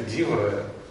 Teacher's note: У нас получается два редуцированных подряд. И первый переходит в И. · Term: редукция